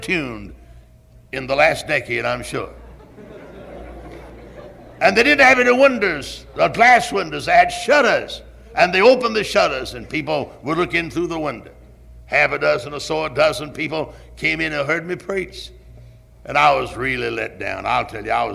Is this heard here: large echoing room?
yes